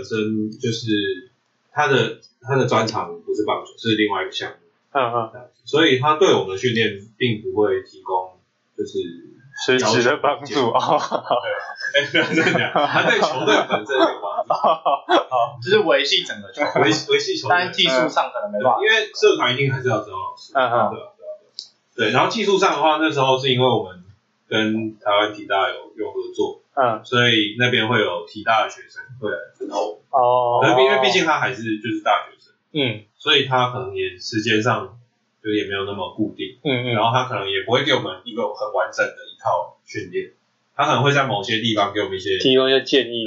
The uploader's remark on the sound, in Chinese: 本集電腦沒有放乖乖，音質略微奇特